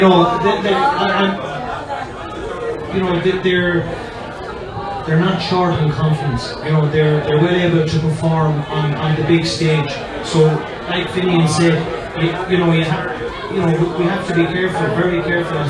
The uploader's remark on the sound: This week we are live from Taaffes Bar